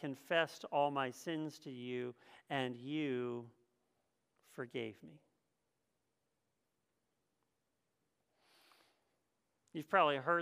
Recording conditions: large echoing room